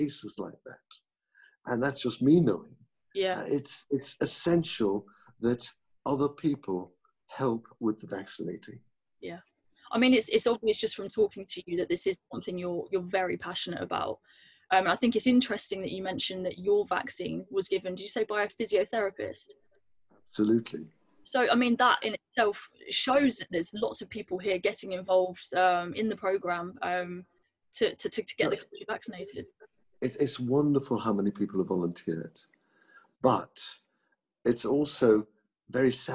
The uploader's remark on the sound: This podcast was recorded via Zoom.